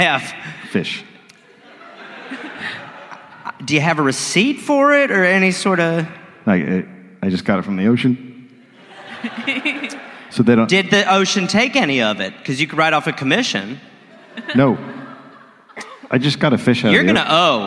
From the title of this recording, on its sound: Live in Adelaide